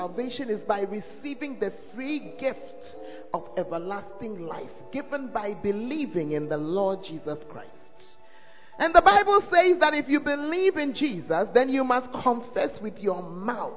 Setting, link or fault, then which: setting, live audience